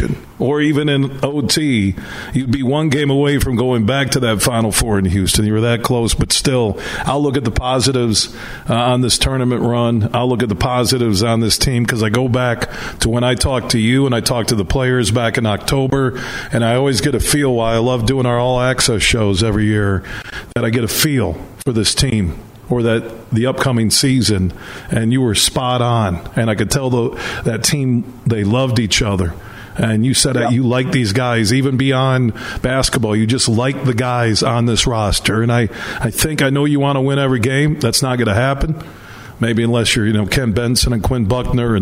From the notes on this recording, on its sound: Today we're broadcasting live from the Lowell Showboat as a fundraiser is being held.